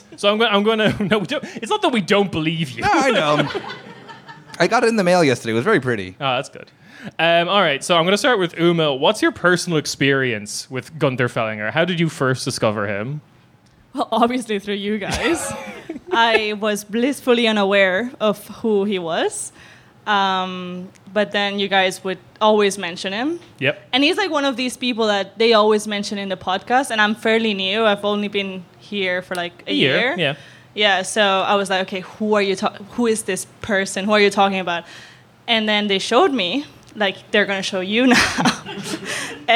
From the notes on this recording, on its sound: This was live. Thanks to podfest berlin for putting on the show.